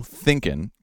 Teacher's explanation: Thinking should have the stress on the first syllable